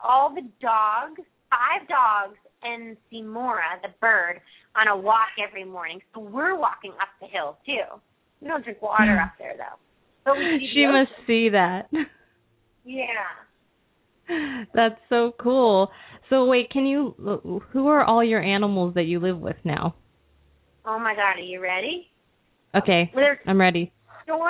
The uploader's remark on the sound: open up the lines for listeners to call